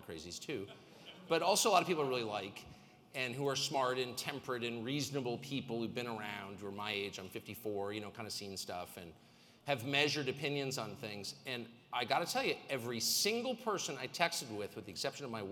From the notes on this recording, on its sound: Speaks at the RiskOn360! Global Success Conference.